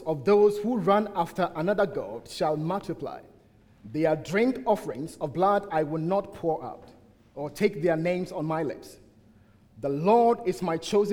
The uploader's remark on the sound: at the United Christian Church of Dubai